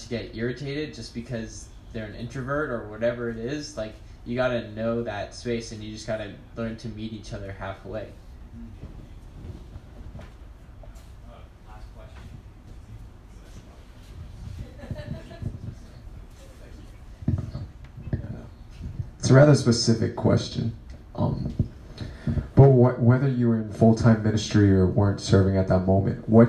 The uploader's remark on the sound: The first ever Go On LIVE! A live event hosted in Cafe Moka at Regent University.